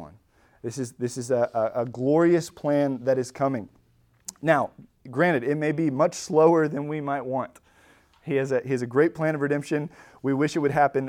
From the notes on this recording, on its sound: Recorded at Emmaus Church in Buford, GA